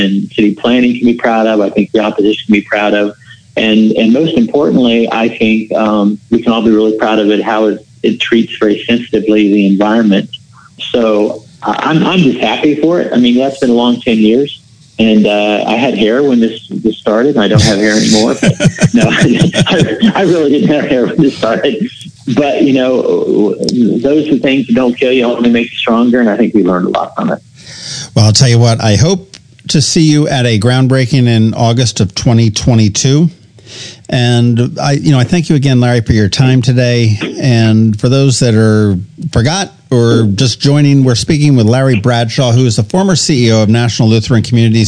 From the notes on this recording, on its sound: We hopped on the phone.